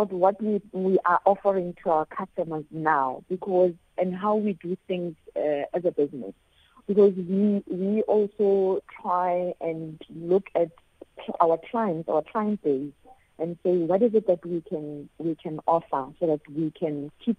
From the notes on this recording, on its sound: She now joins us on the line.